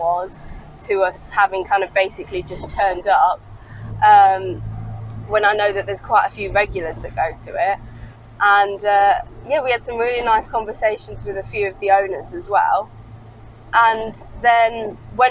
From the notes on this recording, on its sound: A podcast designed to fill your passenger seat with chat about classic cars, all recorded from my 1968 Morris Minor, Peggy.